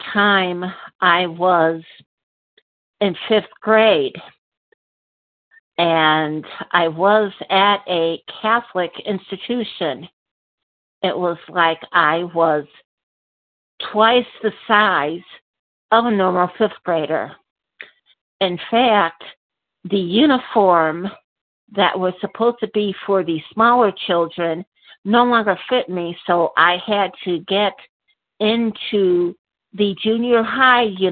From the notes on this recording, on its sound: qualification from the 100 Pounders Phone Meeting